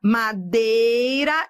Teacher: Madeira é ditongo, só que eu tô indo do forte pro fraco, decrescente.